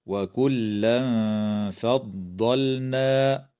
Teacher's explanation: إخفاء حقيقي للتنوين عند الفاء مع الغنة مرققة